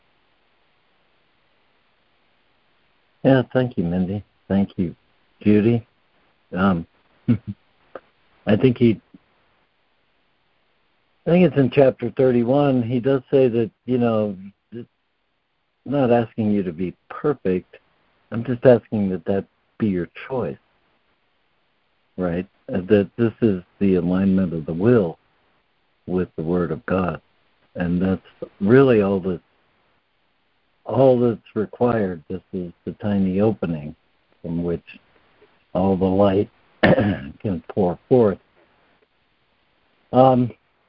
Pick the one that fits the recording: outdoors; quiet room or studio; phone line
phone line